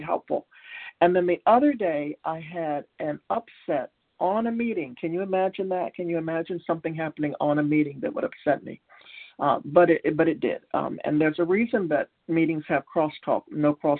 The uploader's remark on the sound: Qualification from the 100 Pounders Phone Meeting.